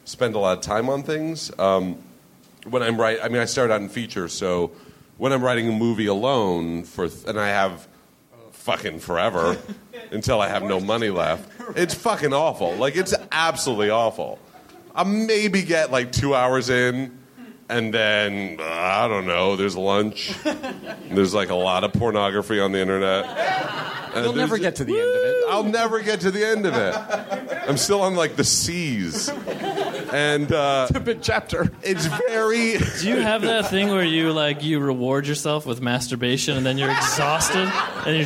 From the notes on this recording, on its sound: Live from Brooklyn! Recorded at 61Local in Brooklyn on October 1, 2012.